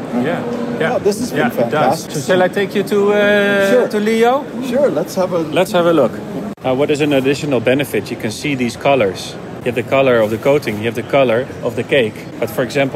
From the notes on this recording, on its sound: Baking With Steam at iba 2023. Directly from the show floor.